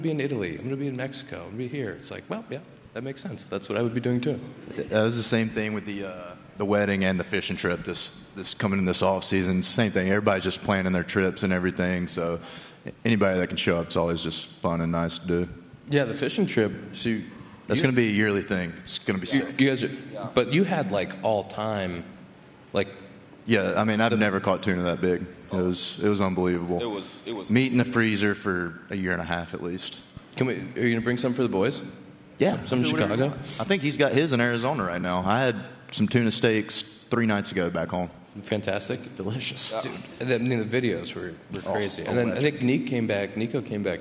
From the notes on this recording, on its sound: The Compound LIVE from CubsCon! The second annual Compound Live from Chicago with many special guests.